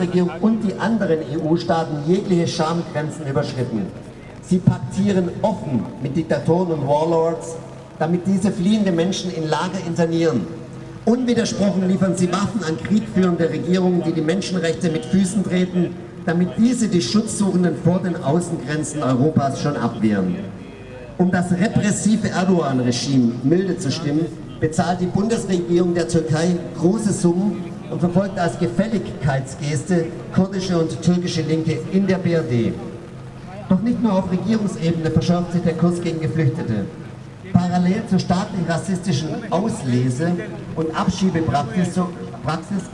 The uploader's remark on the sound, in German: Eine Democollage vom 1.Oktober 16 in Heidelberg. Trotz zeitweise starken Regens haben 800 Menschen aus ganz Süddeutschland am Samstag für die Rechte von Geflüchteten und gegen die Abschiebepolitik der BRD demonstriert.